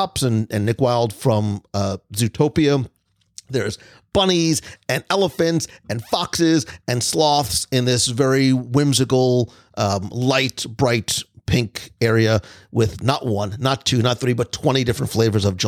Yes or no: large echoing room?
no